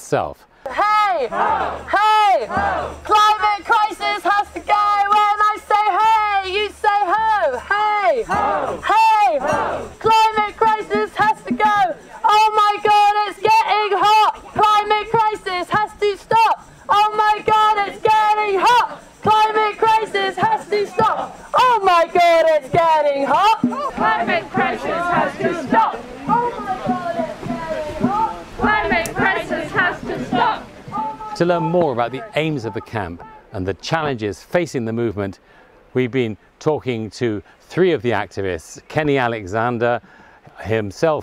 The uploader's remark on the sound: This episode was recorded at Climate Camp Scotland in Grangemouth